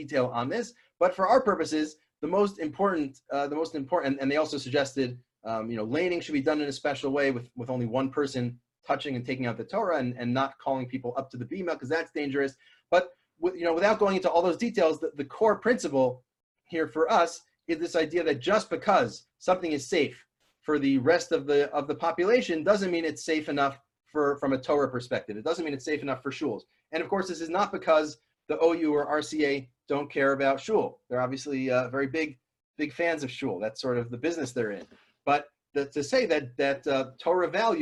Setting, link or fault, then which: link, video call